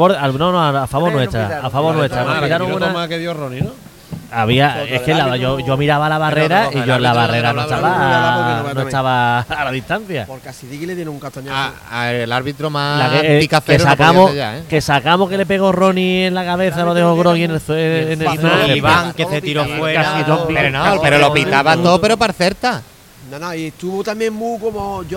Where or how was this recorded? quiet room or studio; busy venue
busy venue